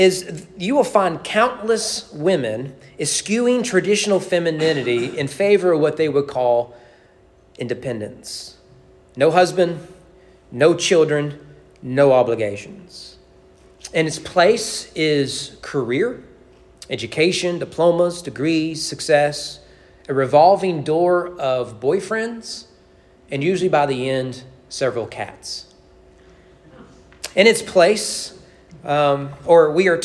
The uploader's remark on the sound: Sermon preached at East Frankfort Baptist Church. During evening worship.